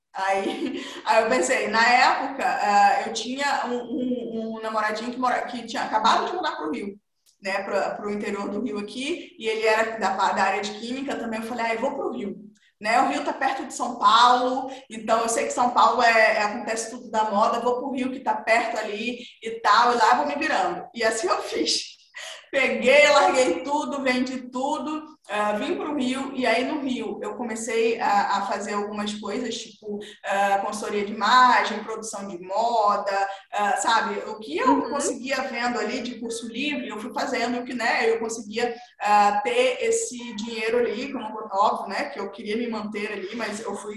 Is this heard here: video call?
yes